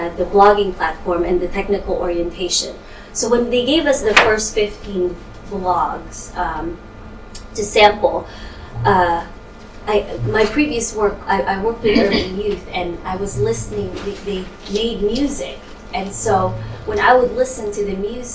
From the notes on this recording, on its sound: speaks at the SRHE Digital University Network event